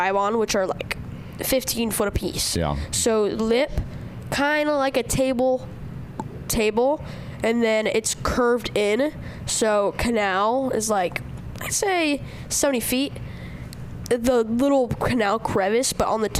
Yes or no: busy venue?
yes